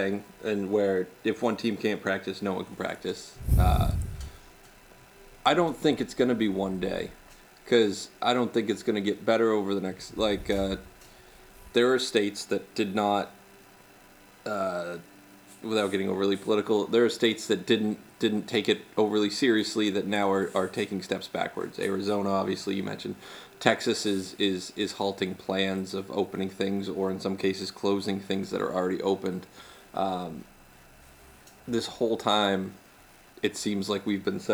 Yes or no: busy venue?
no